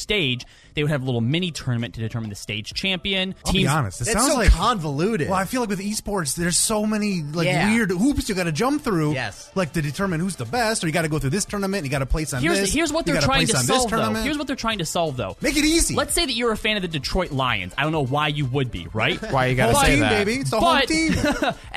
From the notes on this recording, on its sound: We opened up the phone lines to hear your incredibly unpopular opinions and shame you for it!